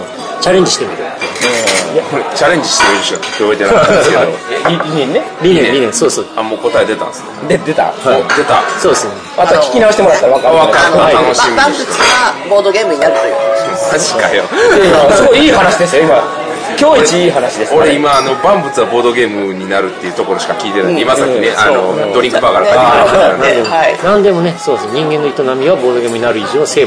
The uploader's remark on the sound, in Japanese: ゲームマーケットで収録。ゲームマーケット2017秋の１日目終了後の打ち上げ会にて。